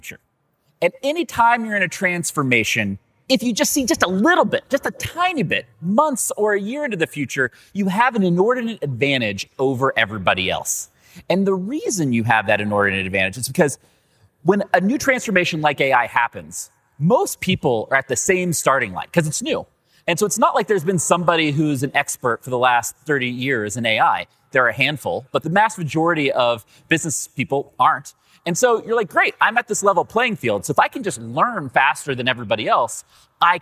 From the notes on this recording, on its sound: LIVE from INBOUND